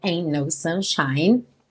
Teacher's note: Esse T do ain't some e a gente liga os dois N's.